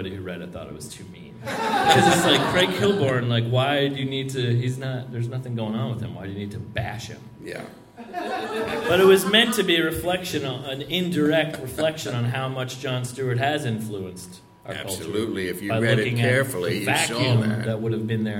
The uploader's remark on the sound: A spectacular live show recorded at The PIT in NYC.